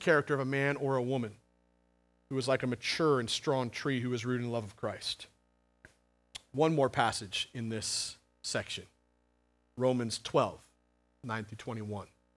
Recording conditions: large echoing room